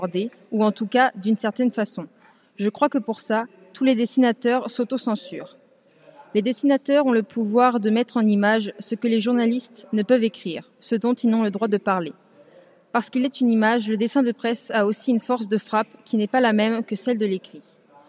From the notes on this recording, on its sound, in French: Emission réalisée en direct du mémorial de Caen le 11 septembre pour les rencontres du dessin de presse